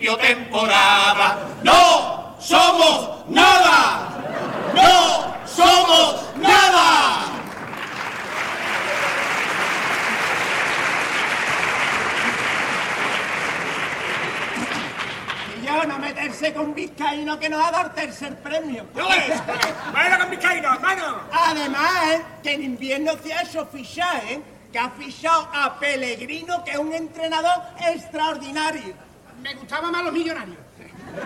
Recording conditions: live audience